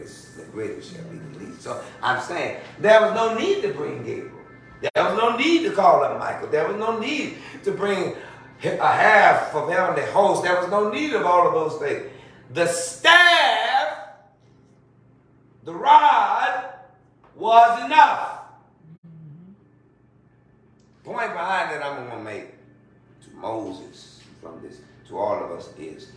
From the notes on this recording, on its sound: In a Bible Study taping, live at the Historical St. Mary Congregational Church of Abbeville, La., congregants are unexpectedly cast in the role of counsel.